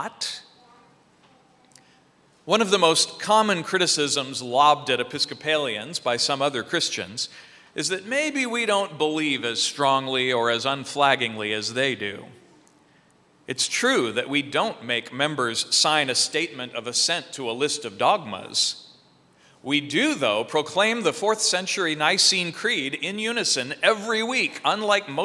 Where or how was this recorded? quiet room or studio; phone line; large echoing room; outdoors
large echoing room